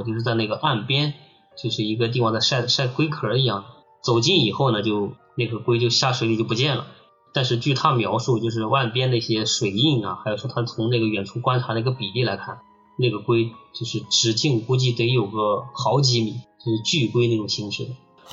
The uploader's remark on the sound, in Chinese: 本期节目音质上有点“特殊”